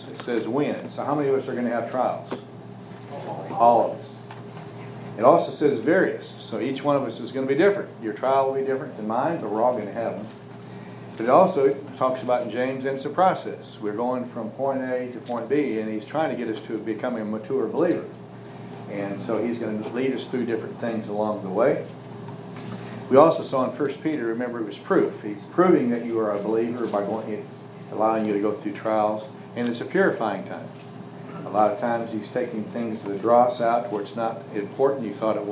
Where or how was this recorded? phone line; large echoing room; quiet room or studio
large echoing room